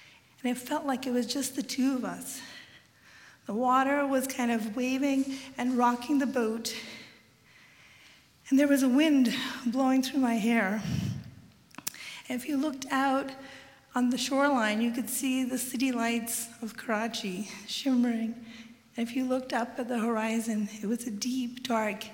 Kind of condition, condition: setting, live audience